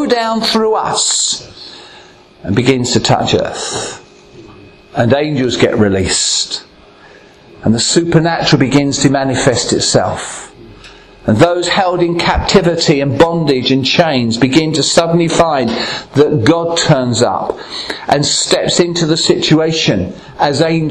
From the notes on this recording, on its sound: Recorded at Ashingdon Elim Pentecostal Church.